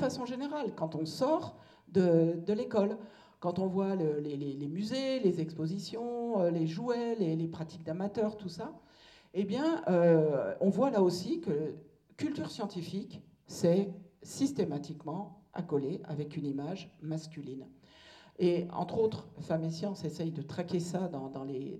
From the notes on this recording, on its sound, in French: Le lycée Condorcet de Saint Priest a accueilli. Elle est intervenue auprès des jeunes filles de 1°S. Ce podcast correspond à une partie de sa conférence.